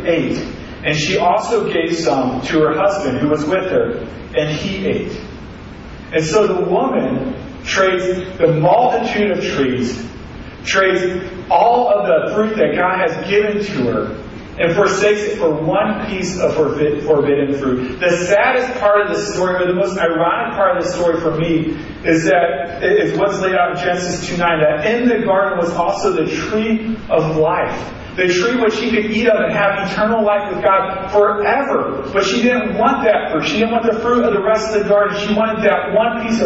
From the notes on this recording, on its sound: Sorry for the poor audio. We had troubles getting the device to record through the sound board.